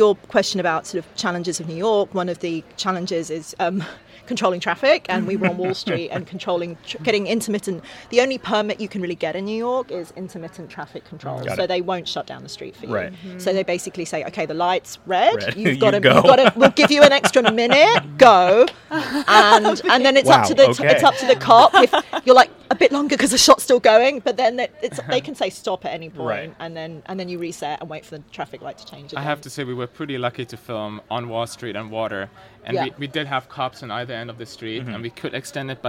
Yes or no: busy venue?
yes